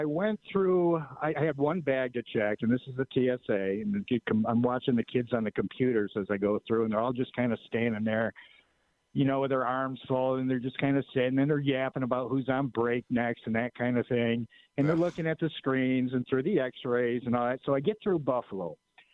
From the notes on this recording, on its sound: continues taking your phone calls